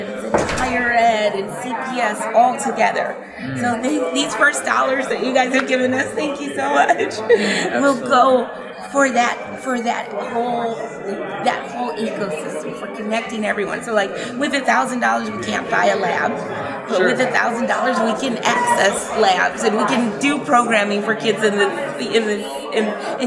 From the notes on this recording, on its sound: Live From EsportsNext. At the Esports Next Conference.